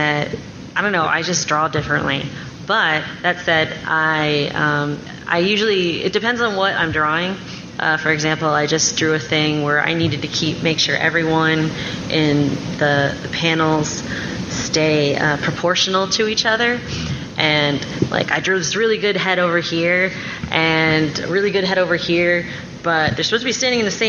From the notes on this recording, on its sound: Comics panel at Nerdtacular 2014